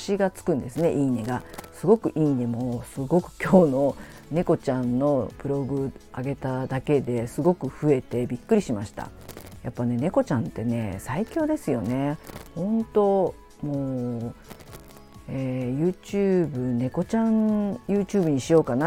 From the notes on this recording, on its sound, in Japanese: マイクの雑音が入ってしまいました。すみません。Stand.fm。